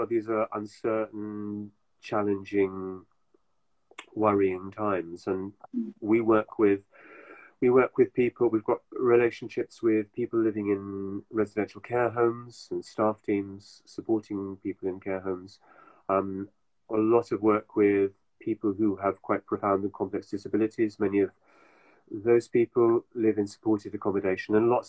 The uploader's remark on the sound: live on Instagram